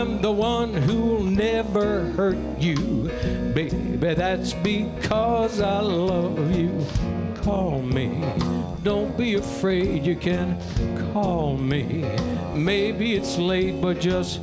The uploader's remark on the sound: Live at the South Point Casino